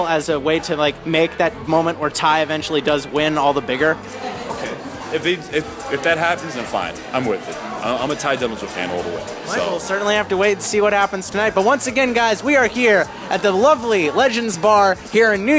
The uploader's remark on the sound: Recording on 1/28/27 at the Legends Bar in NYC